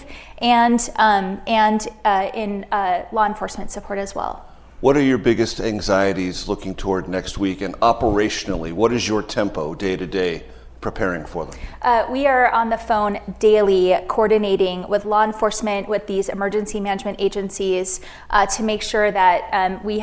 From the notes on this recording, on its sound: This conversation was recorded on May 5, 2023 at the McCain Institute's 10th Annual Sedona Forum in Sedona, Arizona.